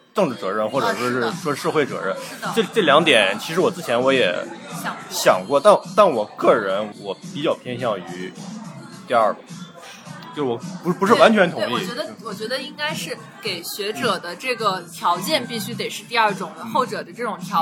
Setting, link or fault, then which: setting, busy venue